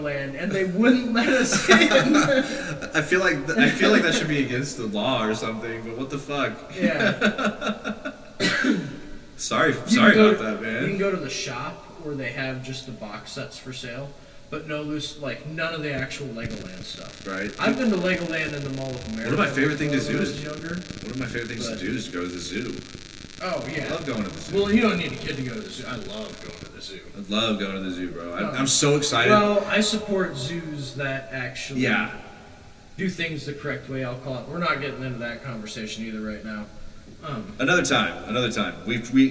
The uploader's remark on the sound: They were unable to adequately tune their audio. Enjoy this VERY low sound quality episode.